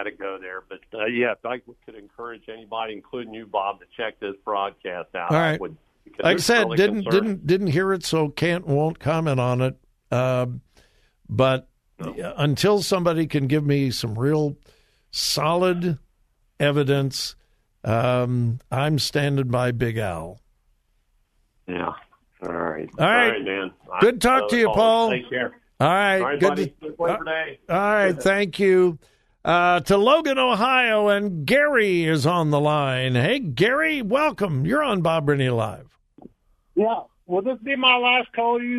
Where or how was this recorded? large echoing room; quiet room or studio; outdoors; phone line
phone line